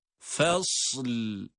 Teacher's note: Sad harfi cezimle okunduktan sonra hemen lam harfini de cezimli olarak onun arkasına bitiştiriyoruz. Arada bir boşluk yok. Fasl. Telaffuz bu dururken.